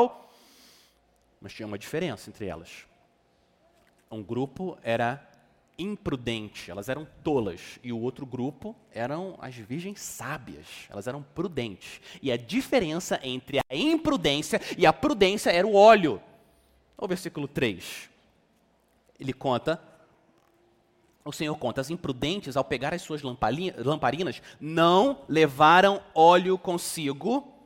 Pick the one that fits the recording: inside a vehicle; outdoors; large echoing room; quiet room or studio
large echoing room